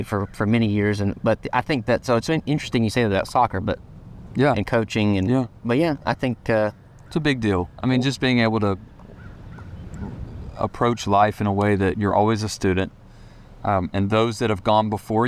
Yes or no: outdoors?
yes